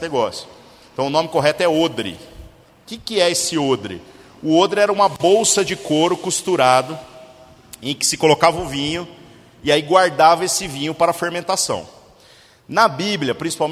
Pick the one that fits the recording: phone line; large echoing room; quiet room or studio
large echoing room